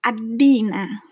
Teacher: Jadi misalnya namaku ya, kalau dibaca sama orang Italia jadi Adina. Karena D-nya dua, jadi harus benar-benar dibaca dua. · Term: konsonan double